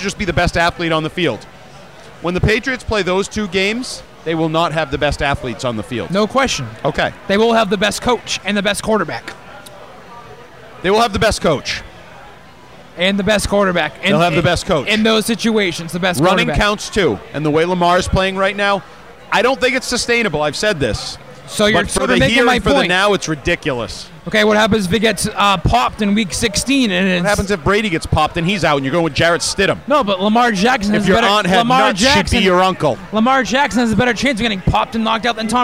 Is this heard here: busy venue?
yes